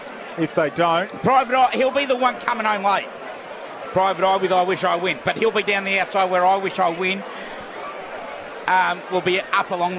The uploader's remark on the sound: Live from Caulfield Race Course